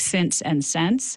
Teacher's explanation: if I move to the South, I might start saying pin and pen more alike, but I probably don't know that the same vowel needs to merge in words like since and sense